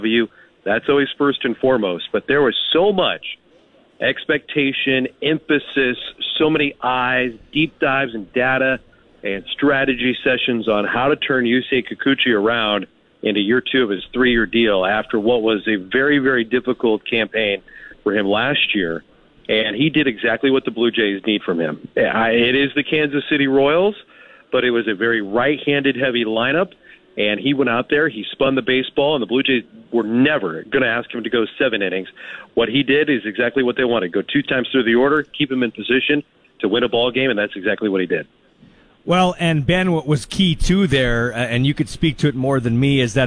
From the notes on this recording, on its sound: LIVE from the Brandt Centre